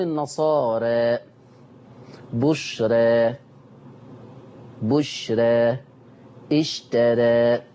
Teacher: القاعدة بتقول لو جه حرف الراء، لو جه إيه حرف الراء ورا منه أو بعد منه ألف مادية متطرفة، يبقى دي حرف الراء أهو، حرف الراء أهو ورا منه الألف المادية متطرفة في آخر الكلام، إيه مصير الألف؟ مصير الألف تقليلها قولا واحدا